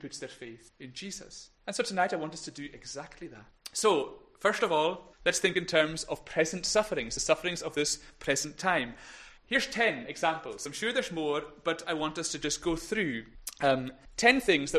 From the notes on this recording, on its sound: Recorded at North Harris Free Church on Sunday Evening 19th September 2021